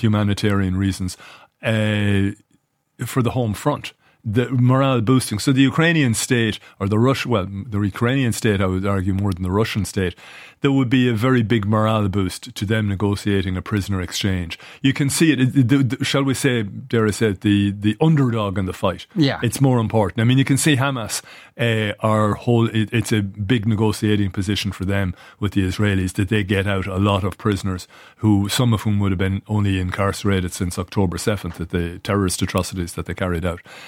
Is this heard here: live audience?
no